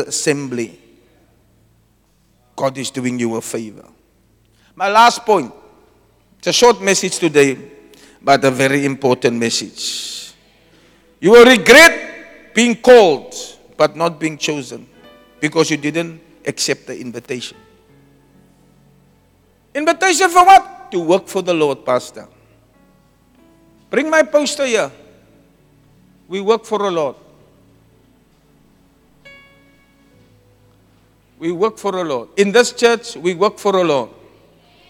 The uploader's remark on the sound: Preached at Zion Sanctuary, Ordination Service on the 10 September 2023